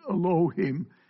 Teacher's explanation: The Hebrew spelling makes it a schwa, which is a half vowel, and that's why you kind of skip over it quickly.